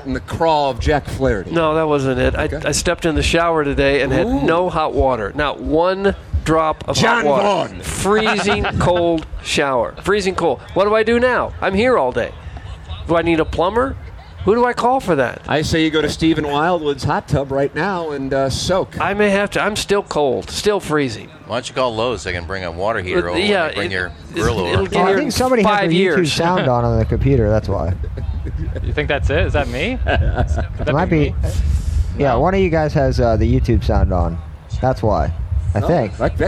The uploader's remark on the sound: TMA Day at the Ballpark. We are Live from Salt + Smoke at BPV!